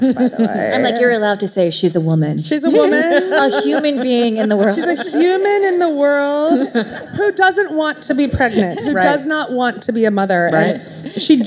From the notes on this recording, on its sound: live at Barnes & Noble Union Square